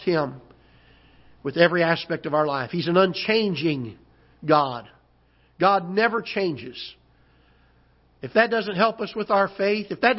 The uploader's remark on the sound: Ketha Heights Baptist Church ~ Live Broadcast